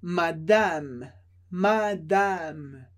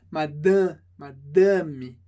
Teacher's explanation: Importante que o segundo A, ele não é nasal. · Shown in: first take · No português a gente falaria madame, madame.